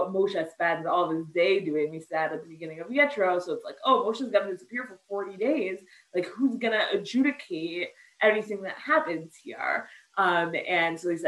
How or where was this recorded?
video call